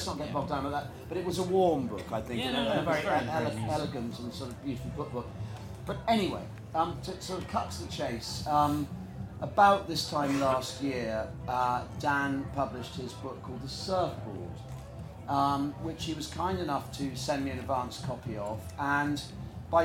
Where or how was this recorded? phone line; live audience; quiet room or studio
live audience